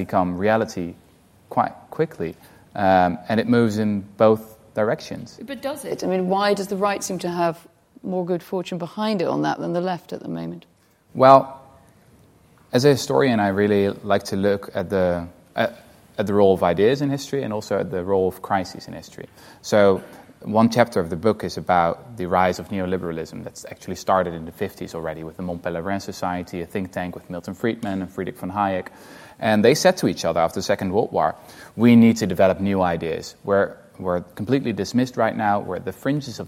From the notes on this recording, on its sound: In front of a live studio audience at the RSA in London.